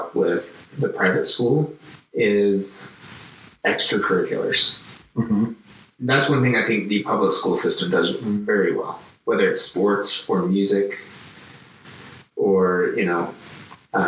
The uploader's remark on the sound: This episode was recorded without the microphones on, by accident Still a great conversation, though the sound quality suffers slightly.